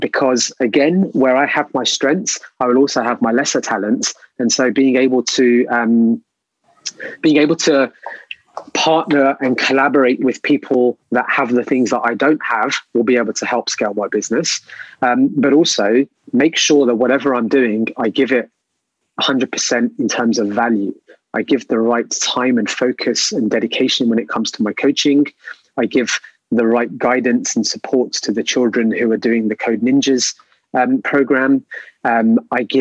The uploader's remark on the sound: This episode was first recorded as a webinar in Jan 2021 and converted to a podcast.